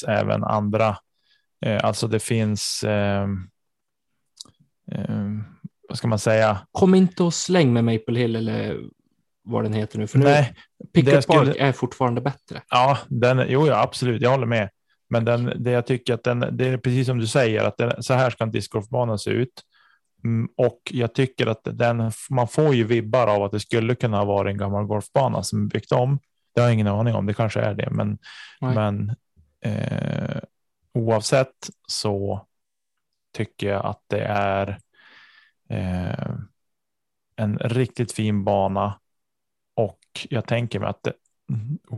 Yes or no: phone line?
no